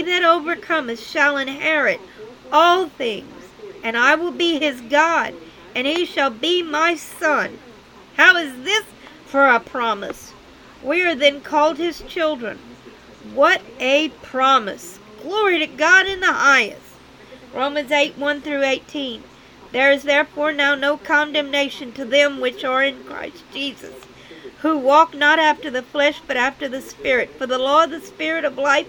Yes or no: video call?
no